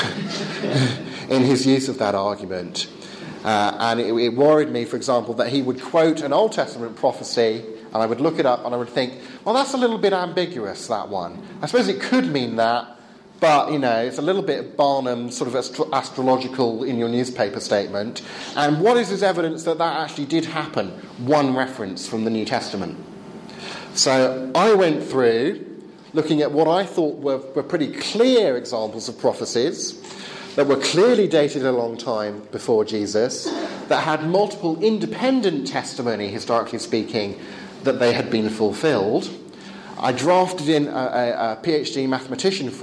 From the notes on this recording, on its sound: Talk on scientism and religious knowledge delivered at the 2014 European Leadership Forum.